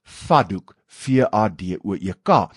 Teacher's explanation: Maar later het daai T in daai D geassimileer en vandag praat ons dus van 'n vaddoek